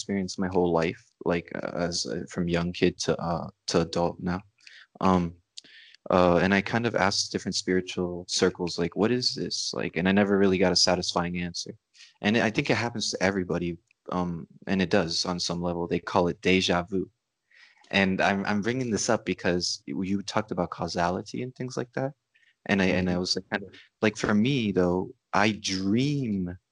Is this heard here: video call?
yes